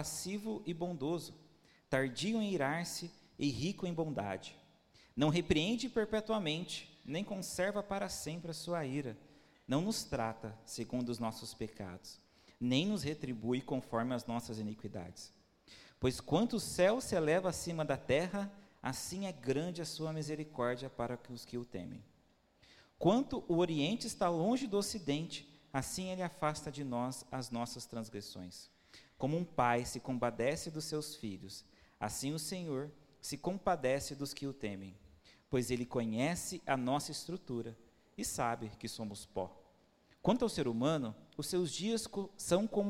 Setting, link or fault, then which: setting, large echoing room